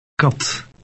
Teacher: K in Dutch is also less explosive than the English K.